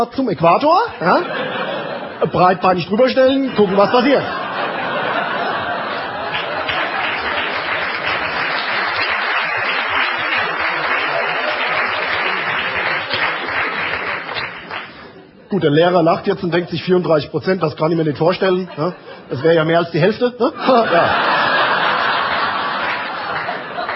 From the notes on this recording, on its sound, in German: Live-Mitschnitt vom 12./13.Februar 2005 in der Kabarettbühne "Die Käs", Frankfurt